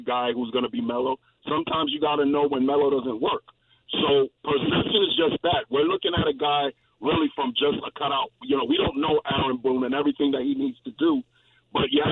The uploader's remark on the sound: fields your phone calls